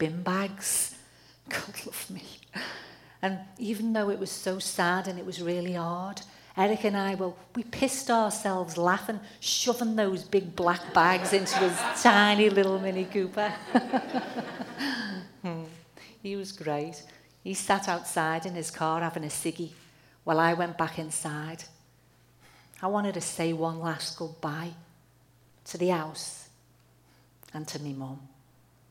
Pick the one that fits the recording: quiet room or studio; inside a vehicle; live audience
live audience